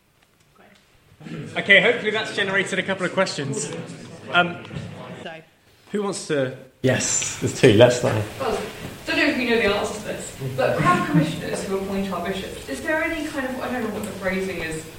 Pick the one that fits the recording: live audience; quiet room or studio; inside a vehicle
live audience